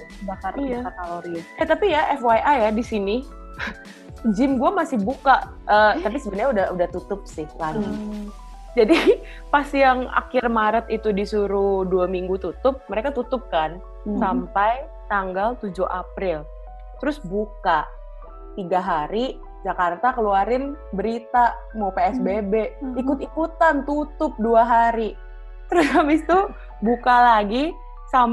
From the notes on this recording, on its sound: Perdana record podcast via video conference.